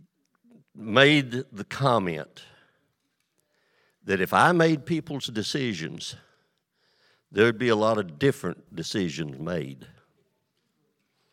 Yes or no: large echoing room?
yes